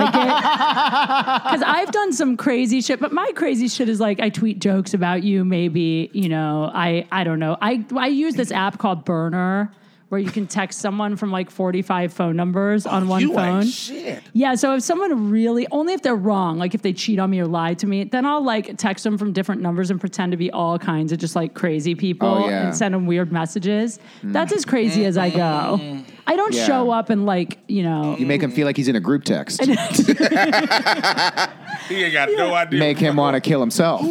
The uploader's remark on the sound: LIVE FROM NOHO COMEDY FEST. We went live onstage in North Hollywood.